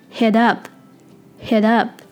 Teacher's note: 中间的 t 因为在两个元音之间可以略微浊化成 d 的音